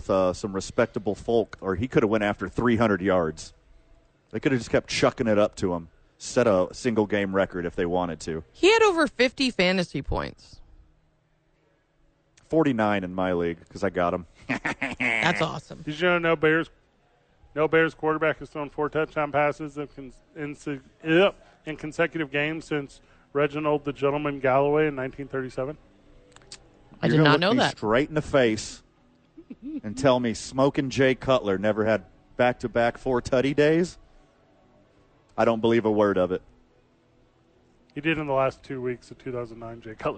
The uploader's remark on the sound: Live from Safe House for "re-opening".